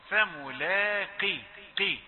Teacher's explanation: فملاقيه، أنت معتاد أن تفخم القاف فتقول ملاقيه، نقول لا، القاف هنا مفخمة صحيح، ولكن في آخر درجات التفخيم